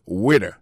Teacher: Waiter, ça veut dire accent tombé sous premier syllabe là.